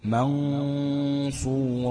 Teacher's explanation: يبقى منصورا ديت في إخفاء بغنة مفخمة، يبقى في غنة حركتين زائد انها مفخمة